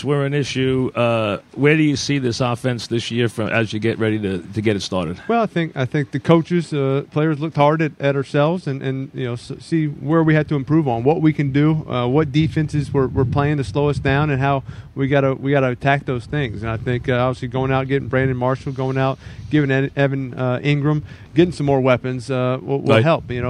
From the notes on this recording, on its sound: live from Giants camp